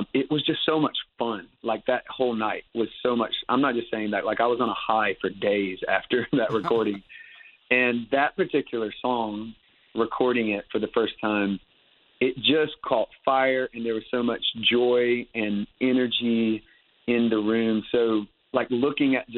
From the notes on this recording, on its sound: on his Batphone!